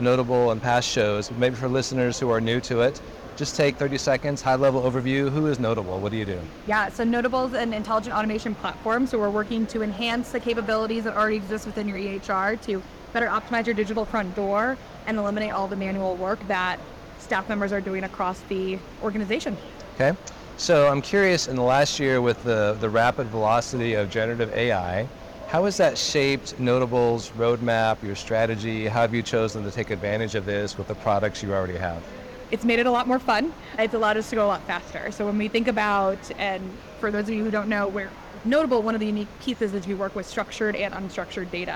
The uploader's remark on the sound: It’s a double Interview in Action live from the 2023 CHIME Fall Forum.